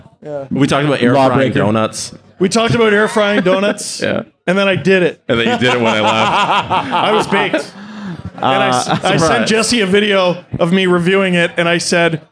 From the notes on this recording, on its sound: Live from The Mansion in Kingston, Ontario! They take questions from the audience.